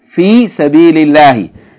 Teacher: Here, the love of the Jalala is preceded by kasra. In the word sabil, the lam has kasra, so you pronounce it light.